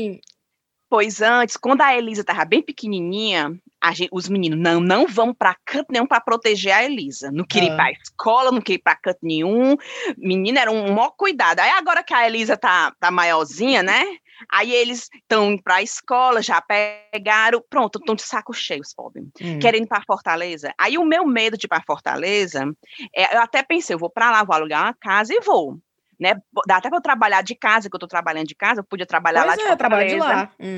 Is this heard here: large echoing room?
no